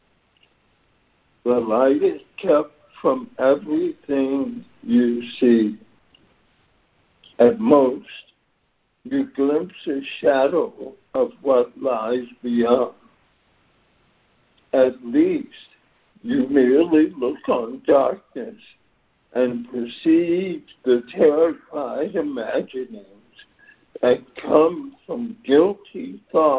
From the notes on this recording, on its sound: ACIM Daily Conference Call